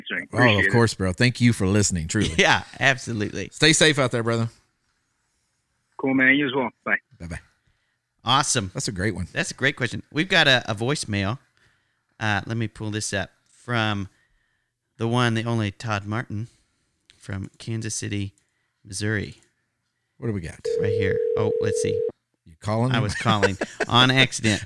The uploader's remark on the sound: On Our Very First Attempt Of A LIVE Call In Episode!